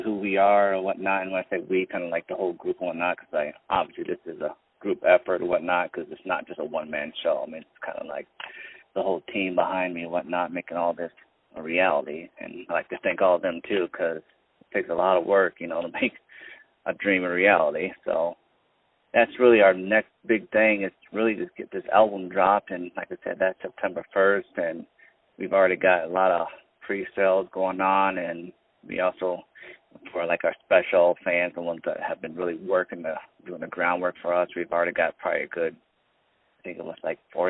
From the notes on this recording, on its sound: On the phone